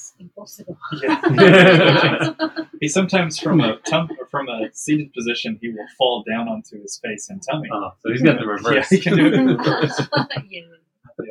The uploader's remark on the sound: Please forgive any sound issues with this episode. We were al sitting around one mic, which made editing very difficult.